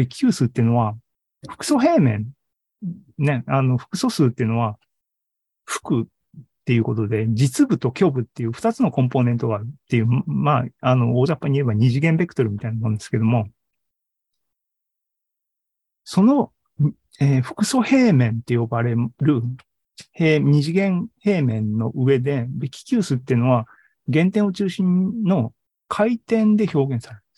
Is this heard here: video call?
yes